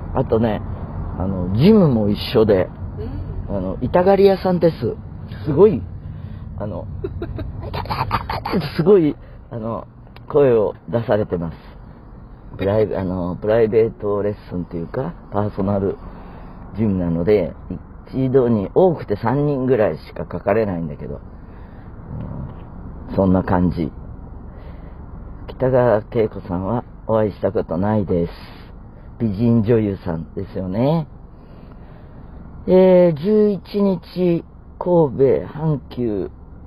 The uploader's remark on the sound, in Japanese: 今週は神戸の会場に向かう車の中からお届けです。車が会場に着いてしまい収録が終了！